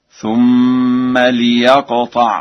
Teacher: قرأ ورش الفعل يقطع بكسر اللام